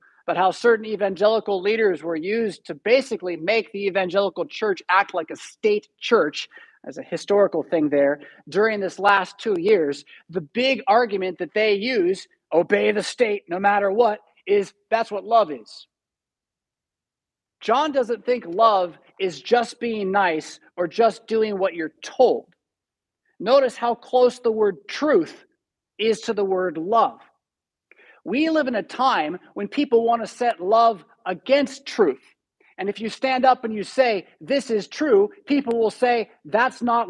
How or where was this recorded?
large echoing room